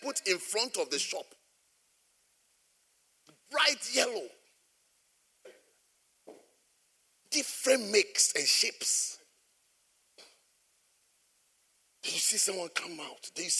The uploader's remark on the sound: at the Jesus Encounter Service - First Love Church, Birmingham